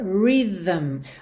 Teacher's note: Nesse TH, você vai pôr linguinha lá no céu da boca e vai fazer o som vocalizado. V, v, v. E você já traz a língua para dentro da boca, fechando o lábio no M.